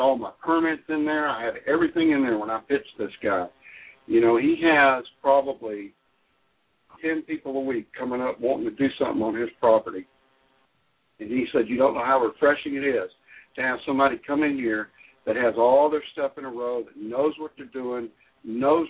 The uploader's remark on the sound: Live Vendor Call in Radio Show!